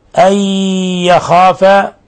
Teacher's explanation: إلا أي مد منفصل يمد من 4 إلى 5 حركات. أي يخاف، نون جاء بعدها الياء حرف غنة إضغام بغنة